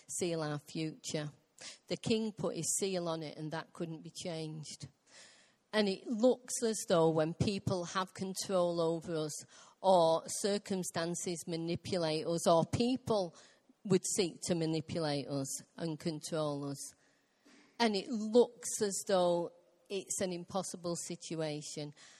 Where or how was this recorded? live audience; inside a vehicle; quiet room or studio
live audience